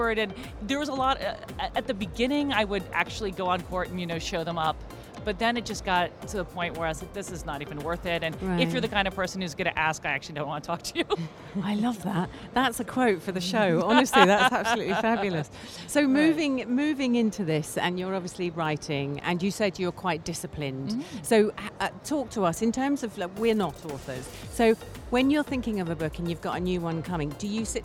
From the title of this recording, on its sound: Live from SIBF 2023